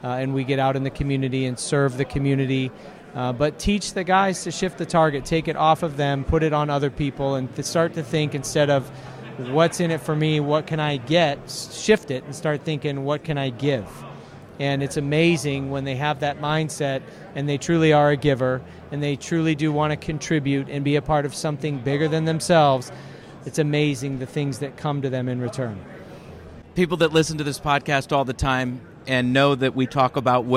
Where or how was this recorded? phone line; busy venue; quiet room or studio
busy venue